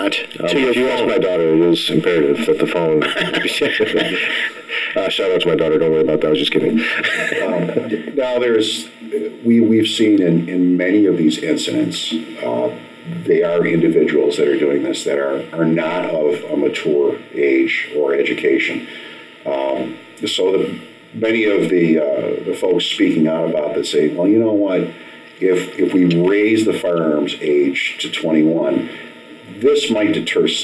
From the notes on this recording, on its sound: APOLOGIES FOR THE SOUND QUALITY-TECHNICAL DIFFICULTIES BEING WORKED ON.